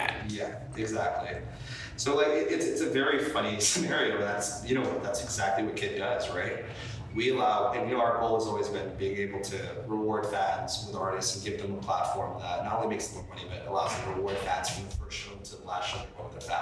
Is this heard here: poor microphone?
yes